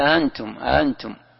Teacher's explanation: قال: والتسهيل، التسهيل بين الهمزة والألف، تقول أنتم، أنتم، مثل أعجمي.